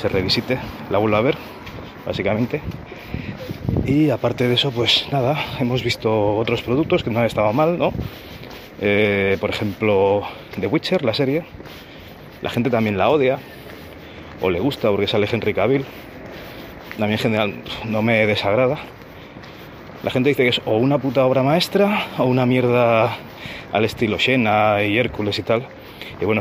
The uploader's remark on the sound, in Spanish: Agarramos el movil y,mientras caminamos o hacemos cualquier otra cosa, nos grabamos unos minutos de refexiones varias. Micropodcast en formato crudo.